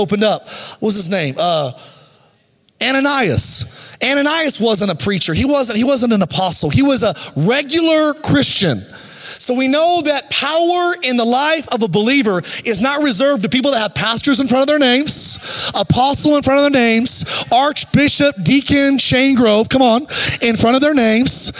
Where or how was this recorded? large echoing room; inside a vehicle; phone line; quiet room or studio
large echoing room